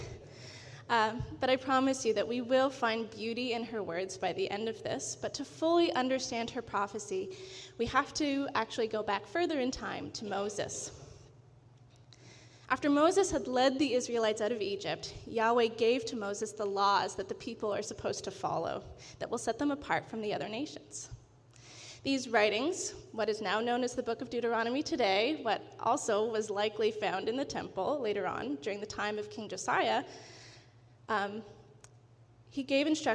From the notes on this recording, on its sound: This audio was taken from the July 16, 2023 worship service at FBC Charlottetown